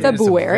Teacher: It's a very soft R. It's about the softest R in the English language